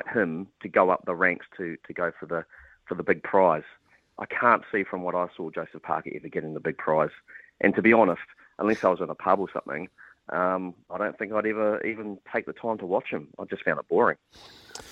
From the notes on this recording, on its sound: opens the phone lines for the first time in 2023!